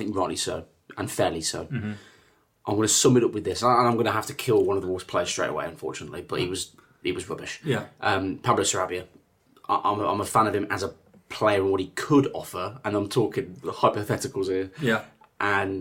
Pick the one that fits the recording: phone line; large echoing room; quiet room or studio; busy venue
quiet room or studio